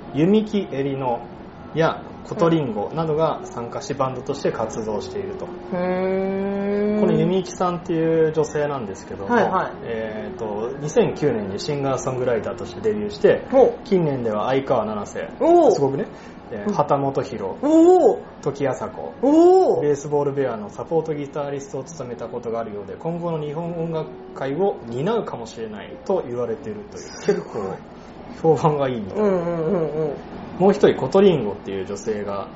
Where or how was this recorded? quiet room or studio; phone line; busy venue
busy venue